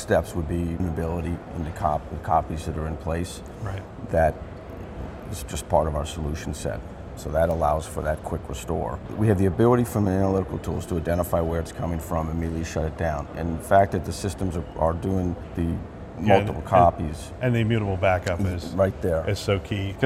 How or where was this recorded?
busy venue